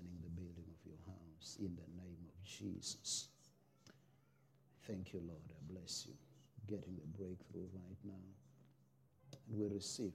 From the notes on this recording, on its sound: preached at Jesus the Saviour Church, 185 Bobs Way, Eersterivier, Cape Town on 16 July 2023